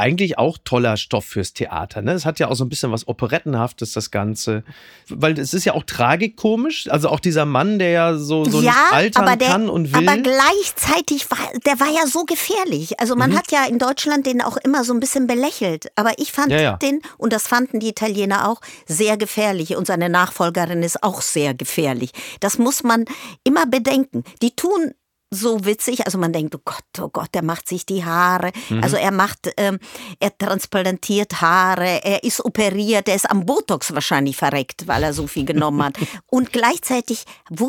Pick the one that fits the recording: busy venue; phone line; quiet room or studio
quiet room or studio